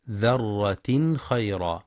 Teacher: وإظهار التنوين إظهارا حلقيا في ذرة خيرا لوقوع الخاء بعده